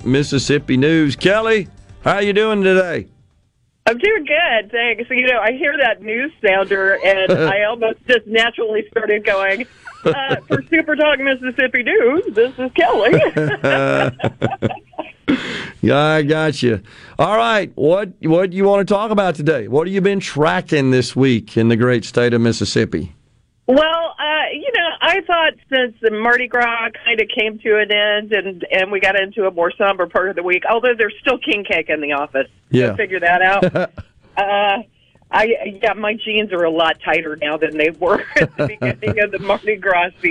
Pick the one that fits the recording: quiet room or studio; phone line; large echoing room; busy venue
phone line